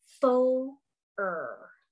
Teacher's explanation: not only practice the growl for the R, but to hold the O on the vowel